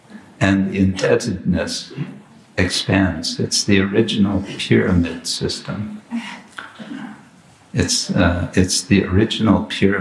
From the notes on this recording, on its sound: Morning lecture from Radhadesh (Belgium)